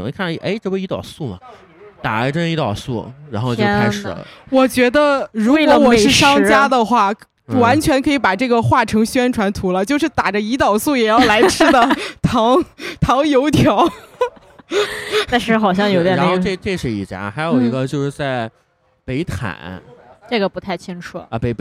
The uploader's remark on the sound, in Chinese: 来自济南的新播客清风微拂。在一个秋天晚上。录音地点：Vniegar Taproom精酿啤酒吧。